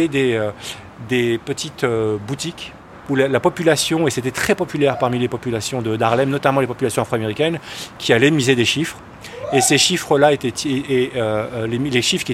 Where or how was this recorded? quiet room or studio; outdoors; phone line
outdoors